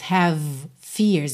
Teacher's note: Aqui é interessante que o V de have já junta no F de fears. Porque, olha, V e F são feitos no mesmo local, né? Que é lábio inferior nos dentes superiores.